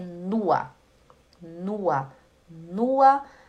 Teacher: É nua, né? O suíço ele, ele fala nur, né? Que o suíço ele puxa muito R. Mas o alemão é nua